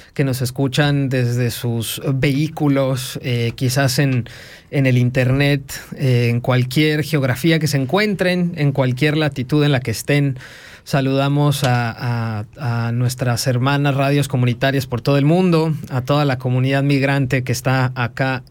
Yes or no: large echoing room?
no